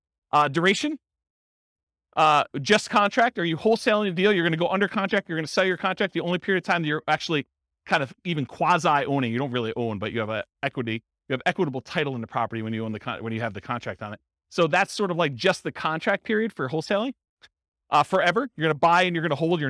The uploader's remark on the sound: Real estate entrepreneurs in Fargo, North Dakota. This was a live class recorded.